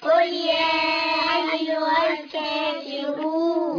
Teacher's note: راء ضمة واو مد عرض السكون جائز 2 4 6 حركات